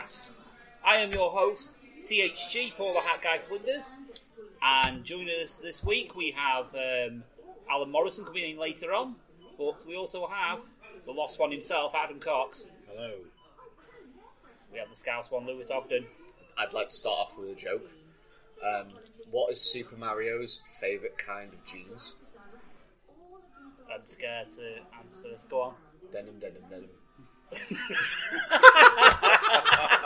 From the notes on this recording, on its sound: Live as we gather round the microphone down at the Foxhall pub in Blackpool, England.